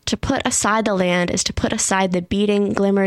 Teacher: We have iambic feet almost the whole way through this section, interrupted in only three places.